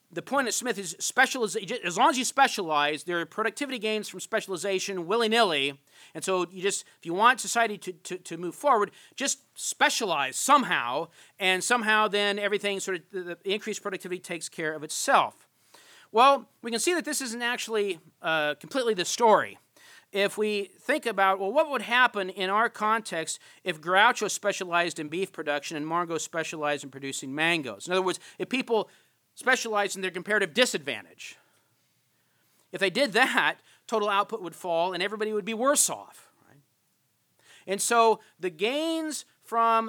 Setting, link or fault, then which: setting, large echoing room